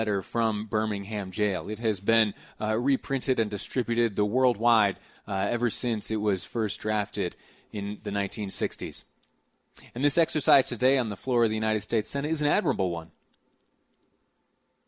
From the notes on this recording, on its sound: On the floor of the United States Senate. Audio from the Senate floor.